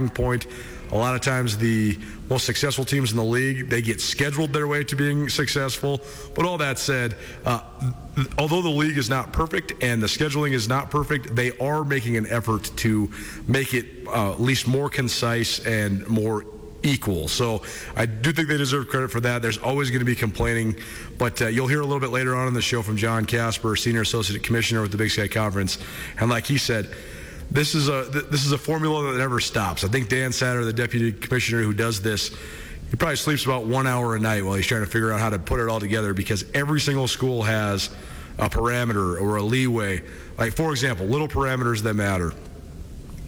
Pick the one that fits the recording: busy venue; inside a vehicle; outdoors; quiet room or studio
busy venue